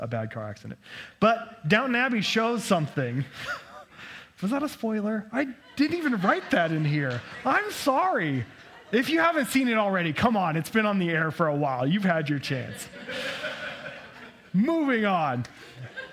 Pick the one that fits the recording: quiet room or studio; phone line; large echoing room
large echoing room